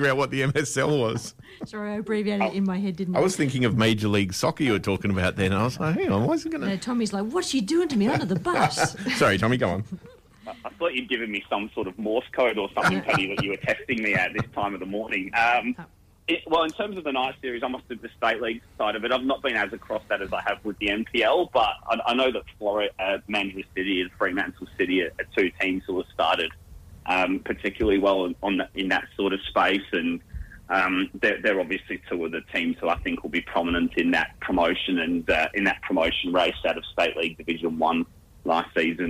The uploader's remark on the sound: Special guests live by phone